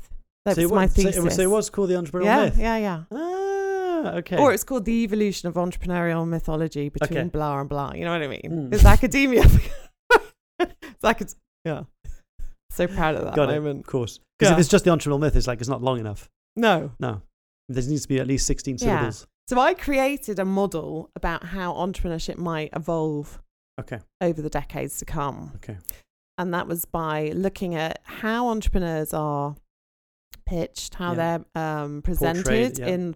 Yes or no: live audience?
no